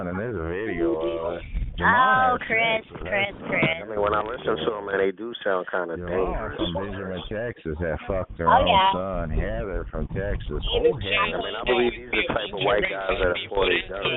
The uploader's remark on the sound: Conference Call